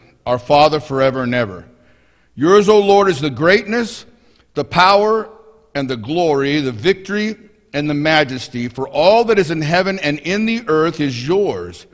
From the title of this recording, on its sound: Mt. Zion Church Live!